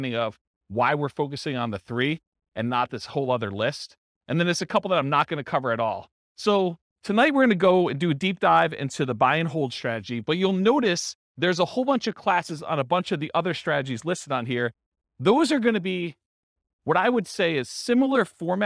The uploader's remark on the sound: This was a live class recorded